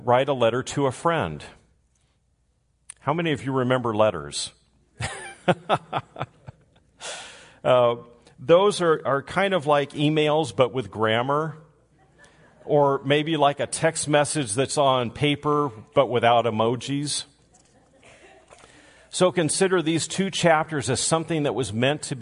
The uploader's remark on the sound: Recorded live on Sunday, September 4, 2022